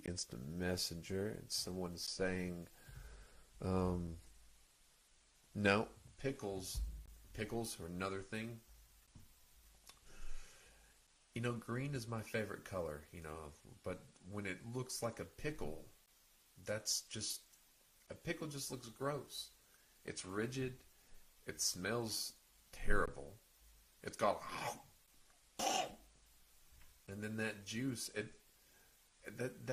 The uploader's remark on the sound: Despite the audio being low the show still continues.